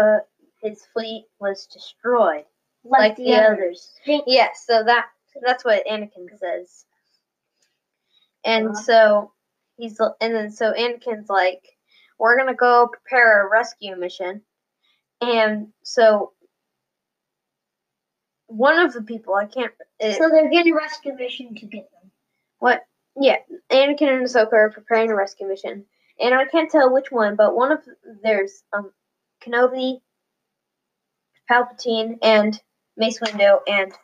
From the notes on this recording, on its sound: technical difficulties while trying to record a podcast